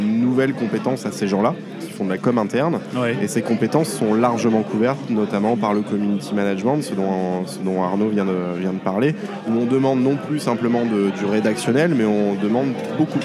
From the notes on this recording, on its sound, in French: enregistré au Renoma Café (avenue George V)